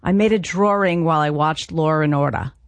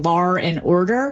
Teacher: There are two different kinds of inserted R's we get. The linking R, which is an extra R we find in dialects that typically drop the R.